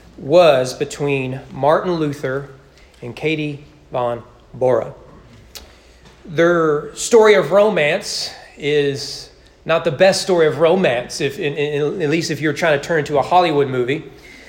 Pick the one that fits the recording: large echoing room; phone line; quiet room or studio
large echoing room